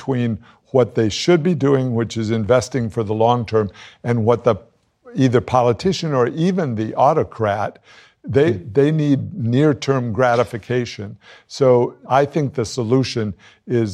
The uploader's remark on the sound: Recorded live on stage at the George Washington University, sponsored by the Bipartisan Policy Center.